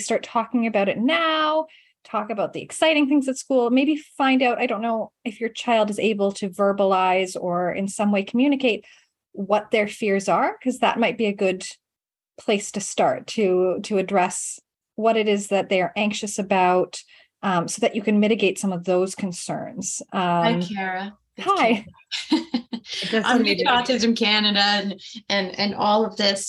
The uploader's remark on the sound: this was initially recorded as a video webinar